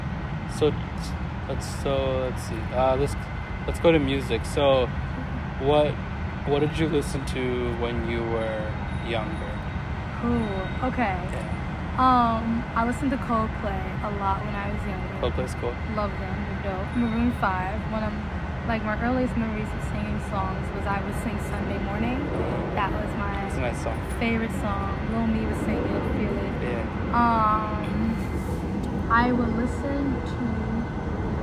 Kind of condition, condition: fault, background noise